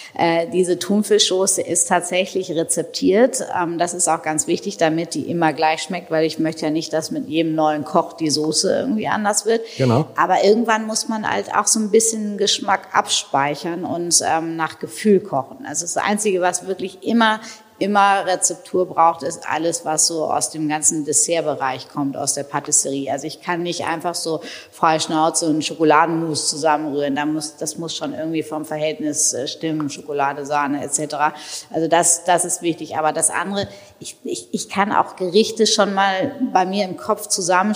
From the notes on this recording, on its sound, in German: Live im großen Festsaal des Hotel Grand Elysee.